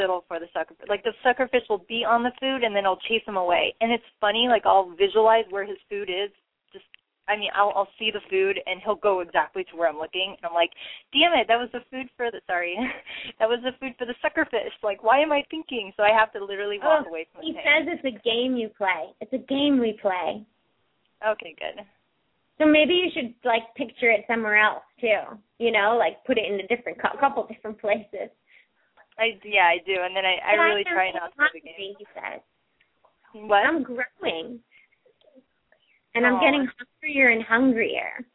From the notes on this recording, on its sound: open up the lines for listeners to call